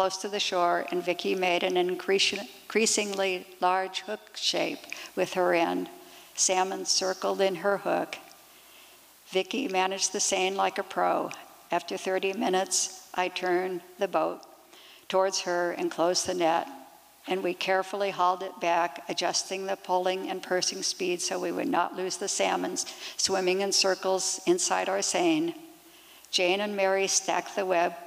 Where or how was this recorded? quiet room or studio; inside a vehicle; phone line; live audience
live audience